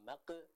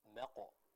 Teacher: Jadi bukan maqe, tapi maqo. Kita baca dengan huruf qalqalah atau suara yang dipantulkan yang mana lebih dekat kepada huruf o · Shown in: second take